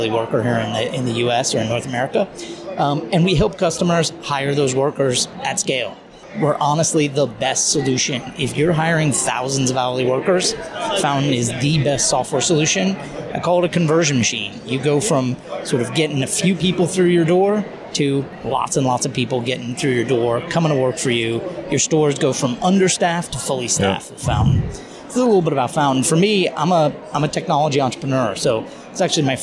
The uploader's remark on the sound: live from SHRM